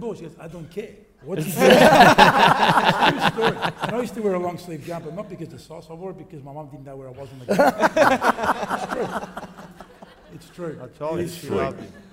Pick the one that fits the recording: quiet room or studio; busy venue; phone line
busy venue